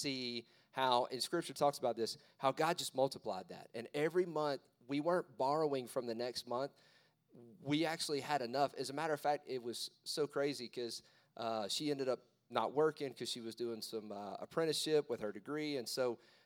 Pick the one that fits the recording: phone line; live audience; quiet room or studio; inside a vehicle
live audience